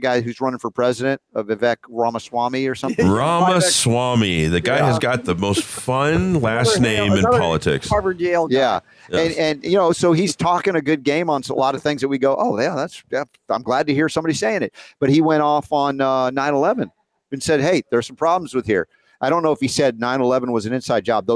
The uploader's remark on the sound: LIVE From Healing For The A.G.E.S.